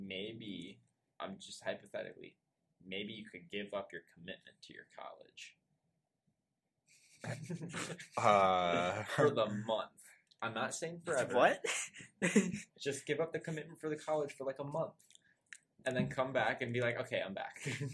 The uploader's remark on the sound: We'd like to apologize for audio quality that you may experience this week. We ran into some issues regarding our equipment the day.